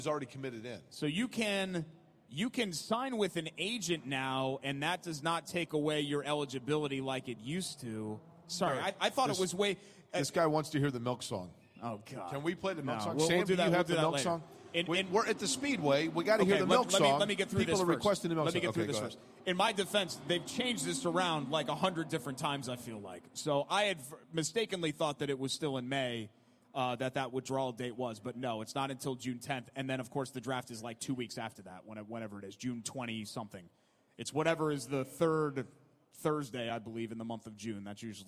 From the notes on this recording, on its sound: live from the Firestone Garage at IMS